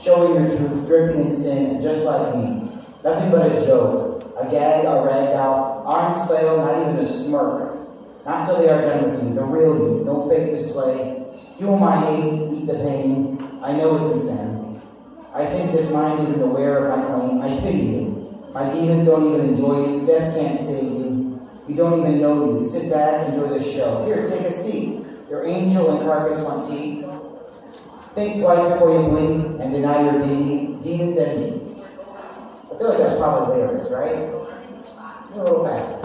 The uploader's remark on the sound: performs at Ingenuity Fest 2022